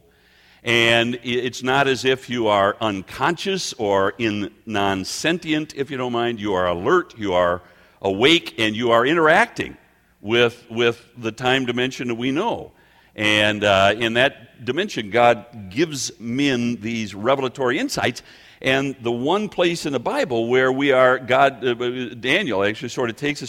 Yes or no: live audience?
yes